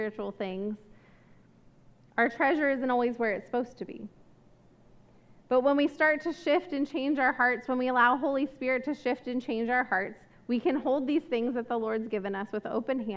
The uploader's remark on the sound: This message was recorded at a Sunday service.